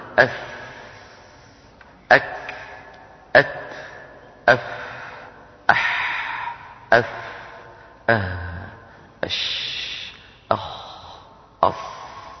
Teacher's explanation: وهكذا بحث علماؤنا في الحروف 29 حرفا حرفا، هل يجري معها النفس أم لا يجري، وهل يهتز الوتران الصوتيان في الحنجرة أم لا يهتزان، فقسموا الحروف إلى مجموعتين، 10 التي هي سكت فحثه شخص لا يهتز الوتران الصوتيان عند نطقها أف أك أت أف أح أف أه أش أخ أص، هذه 10 لا يهتز الوتران الصوتيان، ويتدفق عند نطقها كمية من الهواء في عند نطق الحرف. · Term: همس